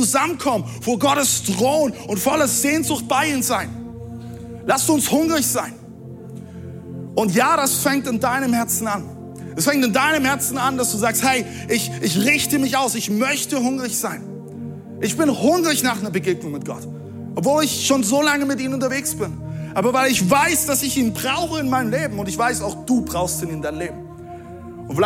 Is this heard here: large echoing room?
yes